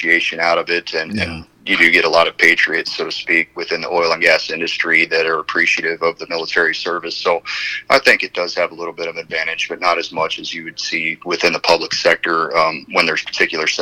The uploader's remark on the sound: The phone interview starts out with the three discussing how it took several months to make this interview happen.